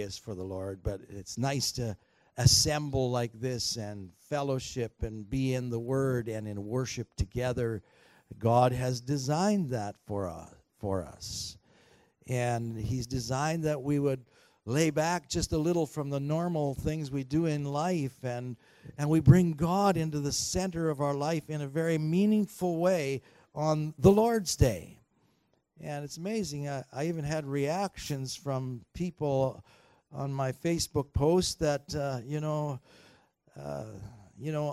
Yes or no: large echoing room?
yes